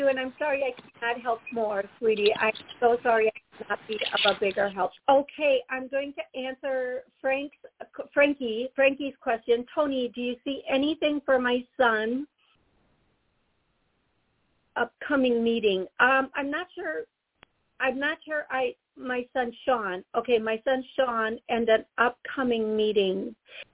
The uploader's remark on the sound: Taking callers Live